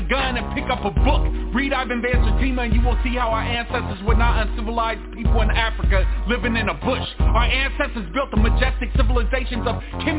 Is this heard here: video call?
no